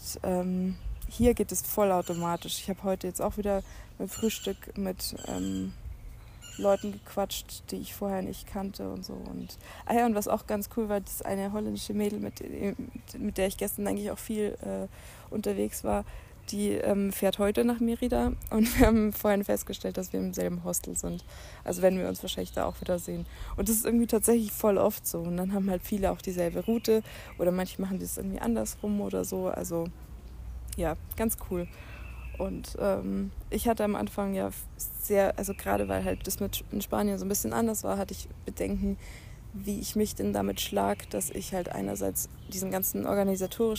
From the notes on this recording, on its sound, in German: Fast live aus der Hängematte im Hostelgarten